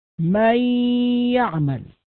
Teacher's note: القسم الثاني من هذا الإدغام وهو الإدغام الناقص، وهو ذهاب ذات الحرف وبقاء الصفة، وستأتي أمثلة لذلك في كلامنا عن أحكام الإدغام في النون الساكنة والتنوين، مثل من يعمل، فهذا الإدغام ناقص لأن الغنة التي هي صفة النون باقية